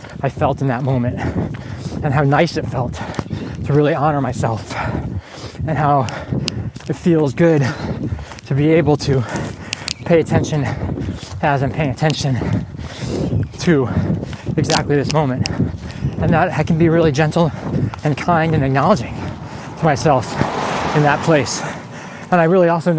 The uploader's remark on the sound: Recorded while on a 10K Training Run